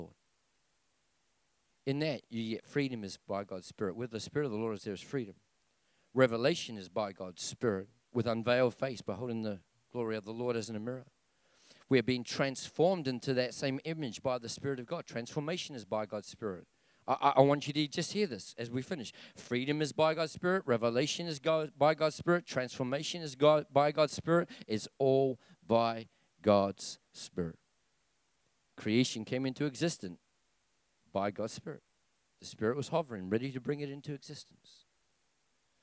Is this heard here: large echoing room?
yes